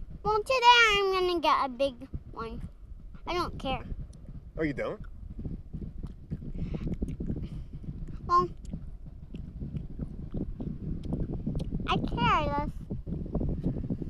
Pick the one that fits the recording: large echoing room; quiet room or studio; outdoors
outdoors